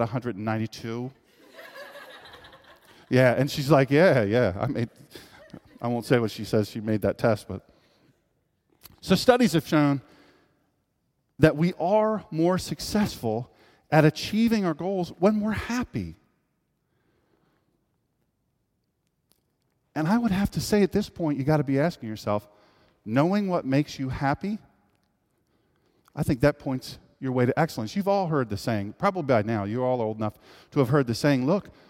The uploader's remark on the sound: This is a live speech. At Sharp Hall at the University of Delaware.